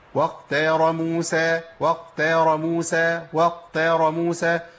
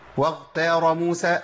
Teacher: انا بدلت الخاء بغين وشديده كمان · Shown in: first take · يعني ريتني بدلتها بغين كمان بيمشي فيها الصوت، ده انا جبت حرف مش غين.